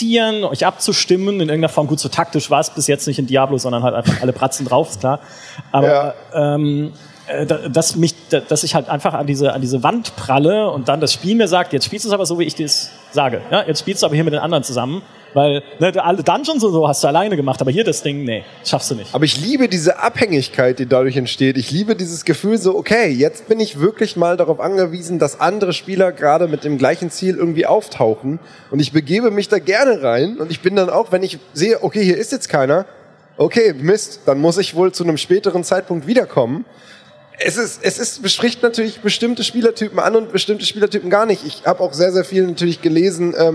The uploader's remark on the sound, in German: Aber heute wollen wir diesen Streit ein für alle Mal beilegen - auf der CAGGTUS in Leipzig, live und in Farbe.